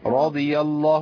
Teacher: راء مفخمة والضاد مطبقة مفخمة